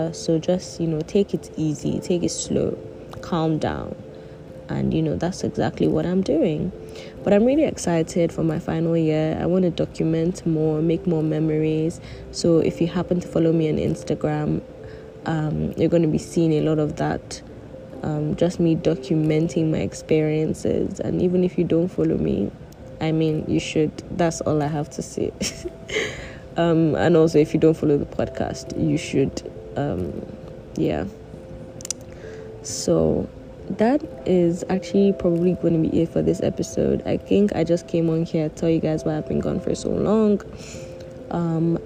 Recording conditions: background noise